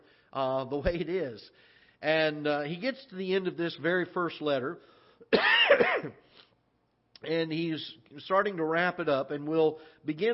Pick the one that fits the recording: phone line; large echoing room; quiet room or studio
large echoing room